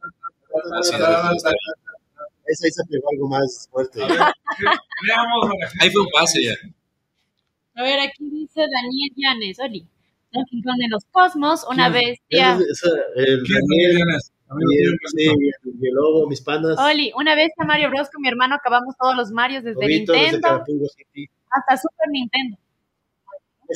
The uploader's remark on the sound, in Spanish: Lamentamos la calidad de audio en este episodio